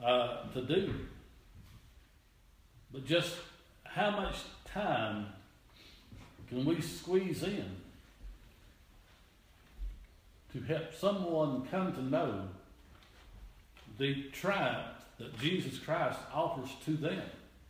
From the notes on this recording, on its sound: This is an audio reording of the sunday service at Persia united methodist church at Rogersville, TN